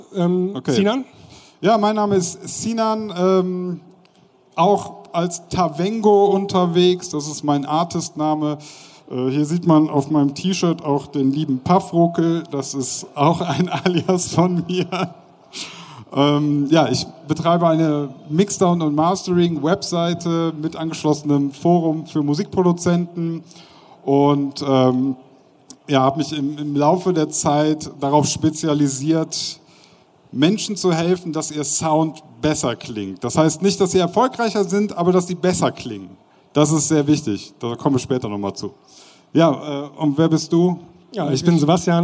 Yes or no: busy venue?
yes